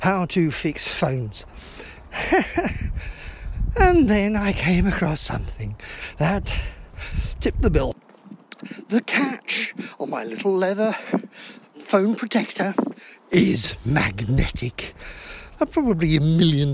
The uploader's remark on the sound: A pedestrian's thoughts while walking to the bus stop. Handy mobile thought.